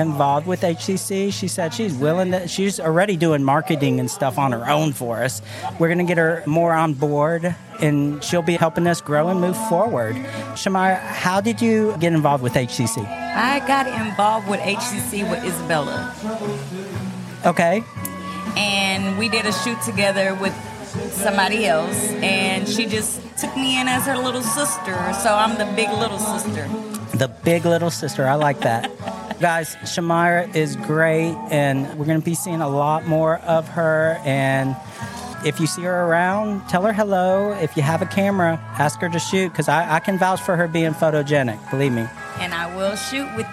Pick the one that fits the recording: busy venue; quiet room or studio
busy venue